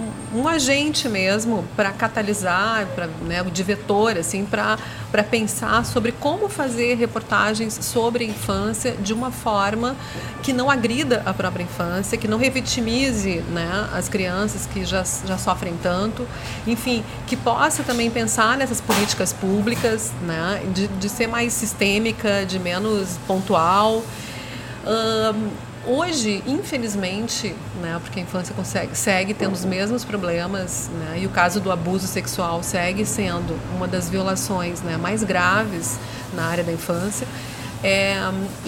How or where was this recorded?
busy venue